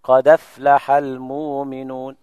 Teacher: قد أفلح، الهمزة عليها فتحة، ينقل الفتحة إلى الدال، الدال الساكنة، فتحرك الدال بنفس الحركة وتحذف الهمزة · Term: النقل